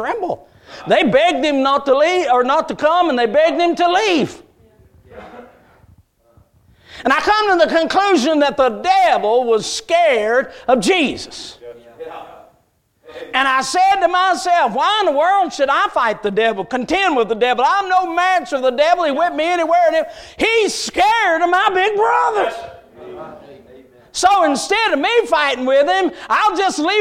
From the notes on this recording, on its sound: A message Preached at Crossroads Baptist Church